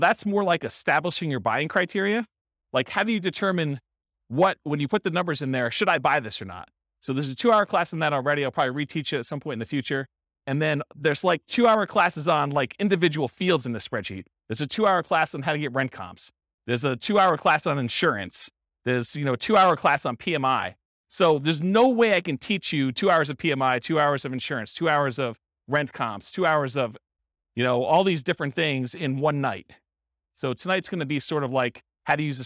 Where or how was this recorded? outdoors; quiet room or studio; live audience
live audience